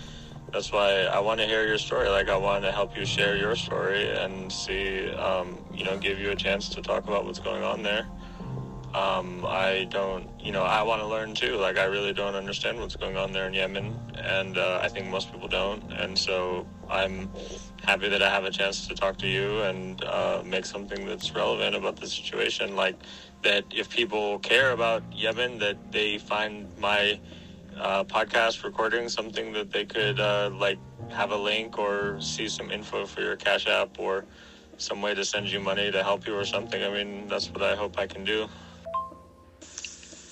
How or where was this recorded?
phone line